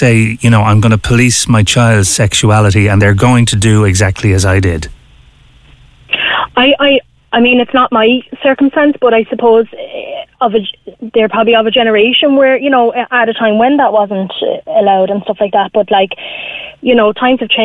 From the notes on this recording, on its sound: takes calls with listeners